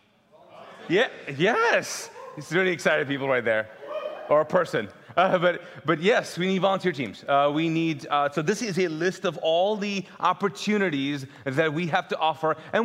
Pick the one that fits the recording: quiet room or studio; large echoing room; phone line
large echoing room